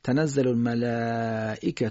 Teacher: اینجا الف مدی به همزه رسیده در یک کلمه، مد متصل، به اندازه دو الف میکشیم، تنزل الملائکه والروح فیها، به این ترتیب.